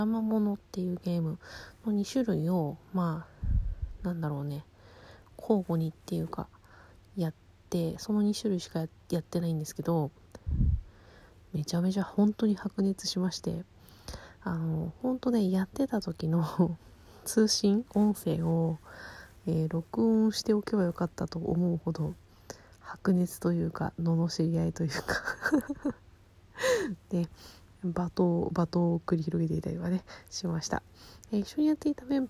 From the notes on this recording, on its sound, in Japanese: うつ伏せに寝っ転がって話しているので雑音が…ゲスト招待機能β版。